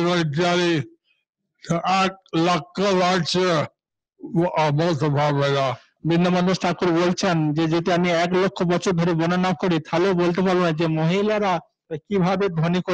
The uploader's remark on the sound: Zoom Session